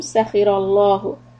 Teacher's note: the lafzi jalala, lam, is going to be heavy after sakhira